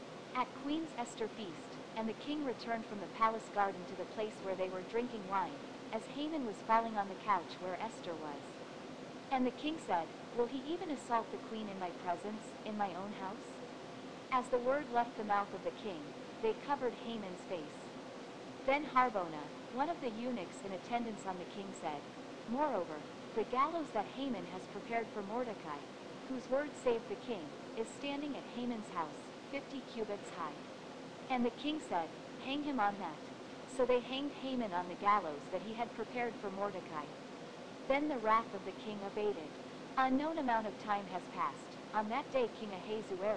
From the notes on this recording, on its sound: Sorry about the Audio.